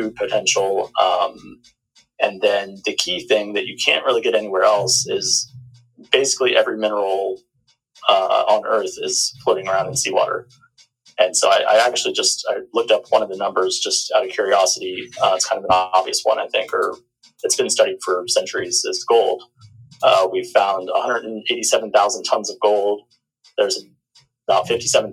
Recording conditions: poor sound quality